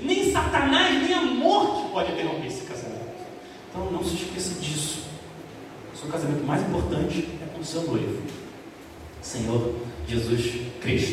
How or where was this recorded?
large echoing room